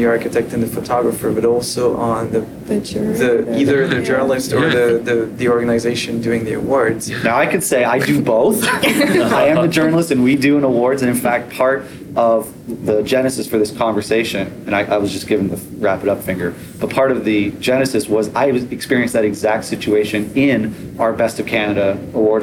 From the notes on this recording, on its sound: IDS19 Panel Talk. In January 2019, I participated in a panel at the Interior Design Show (IDS) in Toronto. This recording was our conversation.